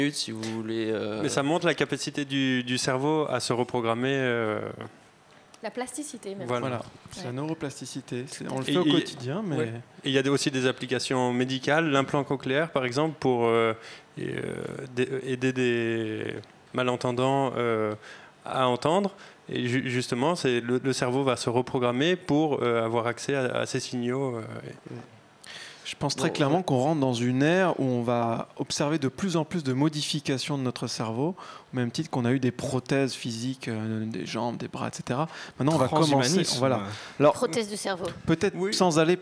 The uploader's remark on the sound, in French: RCP est en direct du pub parisien le Highlander pour une soirée neurosciences. Entre deux bières, des chercheurs nous parlerons de leurs dernières découvertes scientifiques.